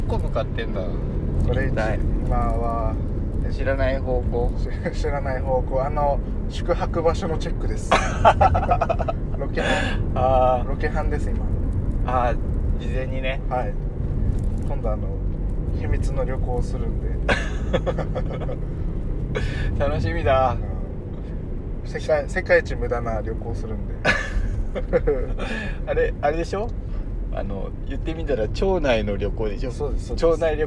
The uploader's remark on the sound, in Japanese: 早朝ドライブで、無駄なはなし。今回は初となる早朝収録。